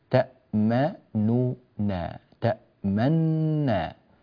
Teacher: في هذه الآية أخي الكريم الفعل فعل تأمننا، هذا أصله اللغوي، أدغمت فيه النون الأولى في النون الثانية